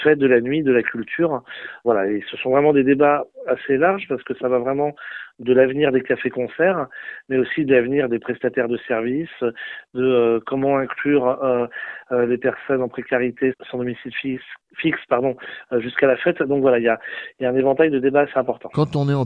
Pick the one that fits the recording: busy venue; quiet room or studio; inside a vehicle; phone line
phone line